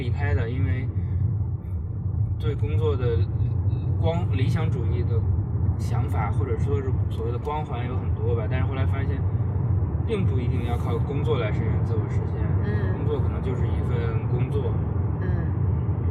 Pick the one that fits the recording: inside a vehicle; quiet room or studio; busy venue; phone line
inside a vehicle